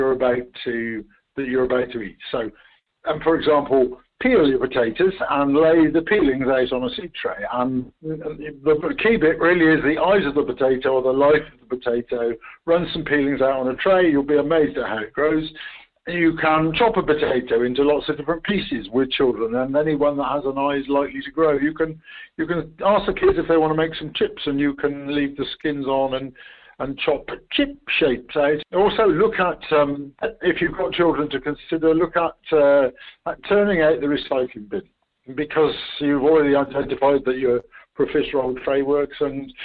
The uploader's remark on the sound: This episode is recorded over the phone!